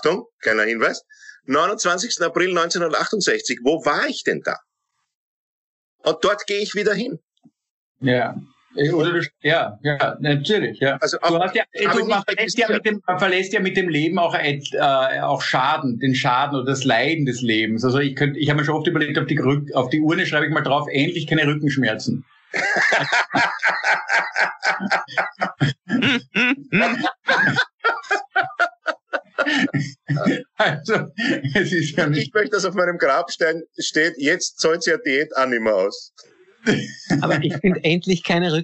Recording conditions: video call